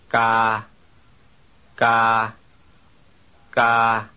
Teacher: There is no puff of air after the initial consonant. · Term: unaspirated K